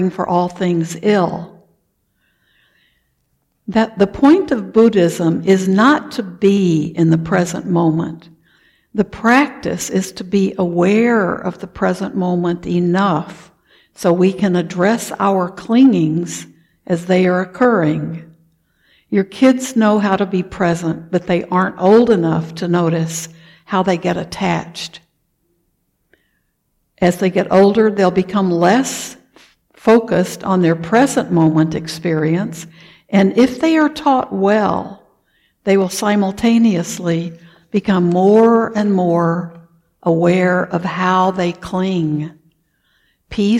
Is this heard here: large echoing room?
yes